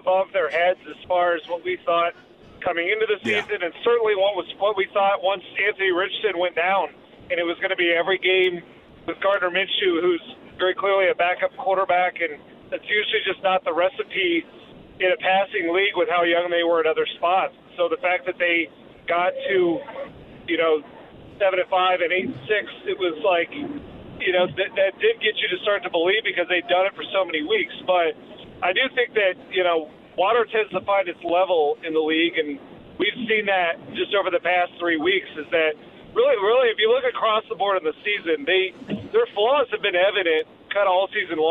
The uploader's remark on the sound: some phone calls from listeners